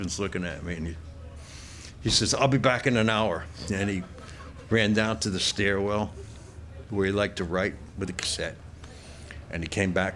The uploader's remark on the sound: at a live event at Gman Tavern